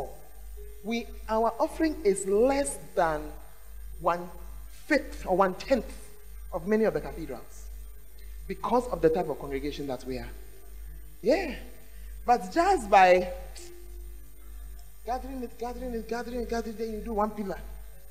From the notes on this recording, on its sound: Preached at the Tuesday Service.